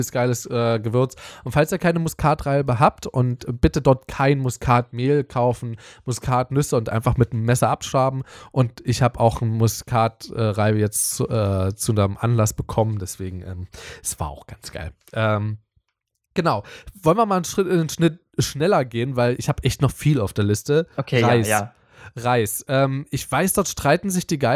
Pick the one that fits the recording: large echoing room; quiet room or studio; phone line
quiet room or studio